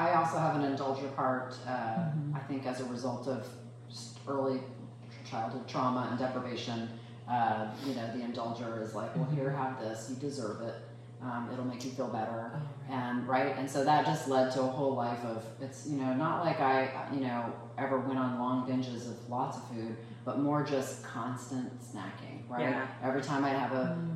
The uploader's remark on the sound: Audio recording was sadly lost on this episode. Obviously this is not our normal sound quality.